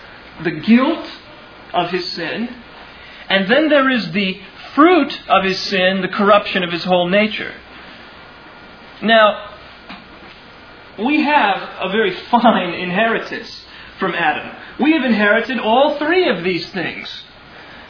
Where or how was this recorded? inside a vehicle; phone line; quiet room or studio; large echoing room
large echoing room